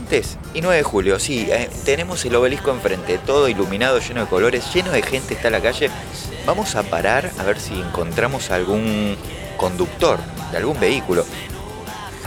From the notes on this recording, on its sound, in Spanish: TRANSMITIMOS EN DIRECTO DESDE EL OBELISCO DE BUENOS AIRES